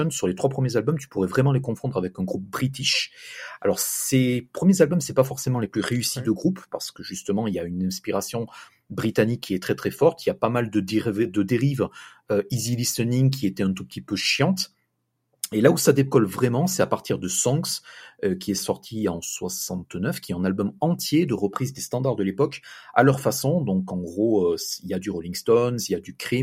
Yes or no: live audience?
no